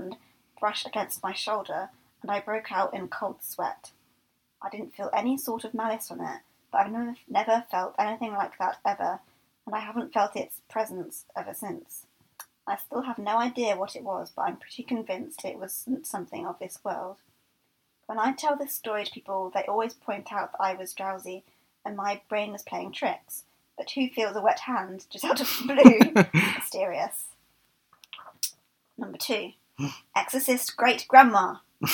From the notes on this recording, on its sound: Apologies for the sound quality. This is the last episode with our old set up.